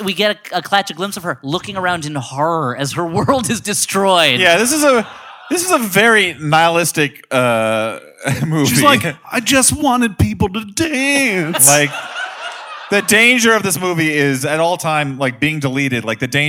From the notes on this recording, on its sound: We dig out a live show from the vaults. Specifically, our San Francisco show.